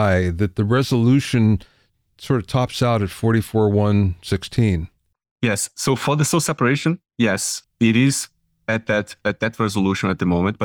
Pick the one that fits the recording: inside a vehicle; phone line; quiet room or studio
quiet room or studio